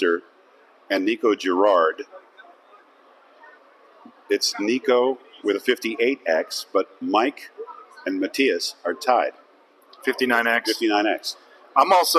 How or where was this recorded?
busy venue